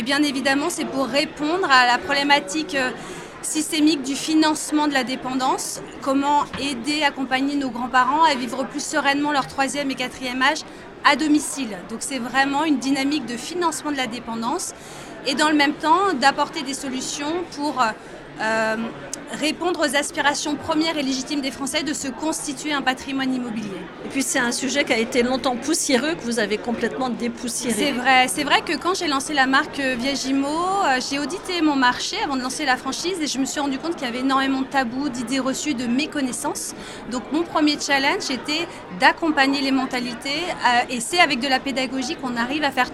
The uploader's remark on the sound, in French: Cet épisode de Mon Podcast Immo a été enregistré à Immo, le Congrès immobilier FNAIM 2023.